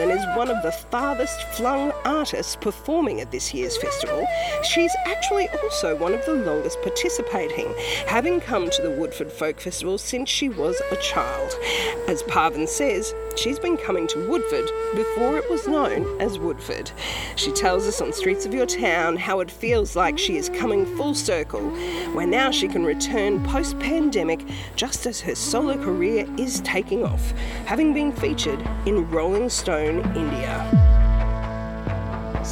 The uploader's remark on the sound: from the streets of the Woodford Folk Festival